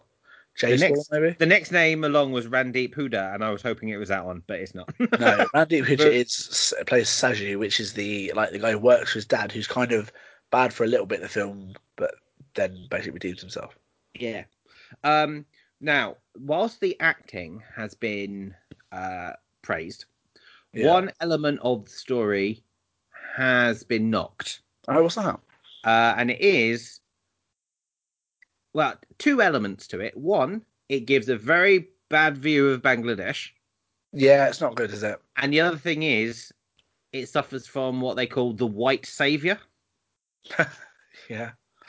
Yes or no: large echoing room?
no